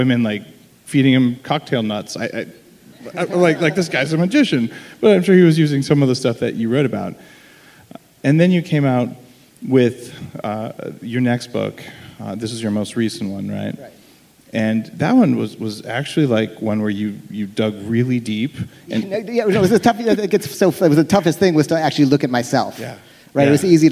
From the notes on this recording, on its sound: On stage for a special live Bulletproof podcast.